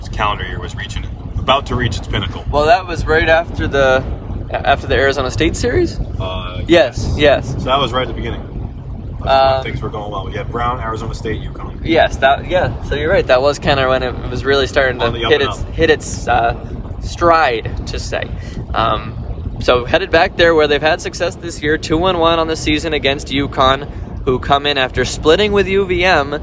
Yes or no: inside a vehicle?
yes